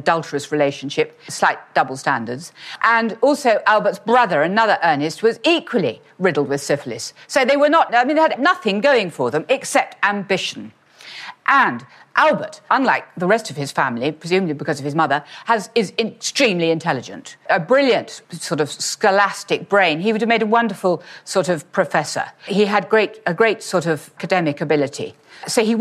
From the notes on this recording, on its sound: in a talk that she delivered at our Victorians Day earlier this year